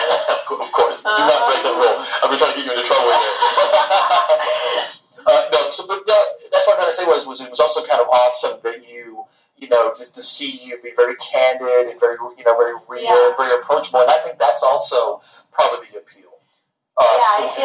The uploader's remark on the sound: Tour bus parked in front of Trees hours before her band opened the show. Her Tour Manager told us we had to wrap it up as it was now time for soundcheck.